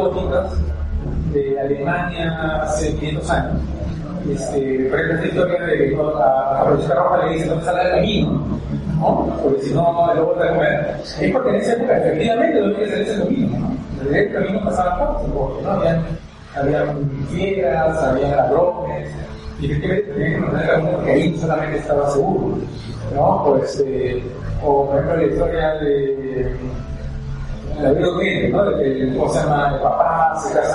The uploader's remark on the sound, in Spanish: Hicieron en el Instituto Océano un evento alrededor de la literatura de terror y me invitaron a hablar por una hora. El audio no es ideal.